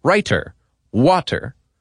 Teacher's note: the emphasis on clipped, sharp T's. In American English, we often pronounce the T in words like writer or water as D's.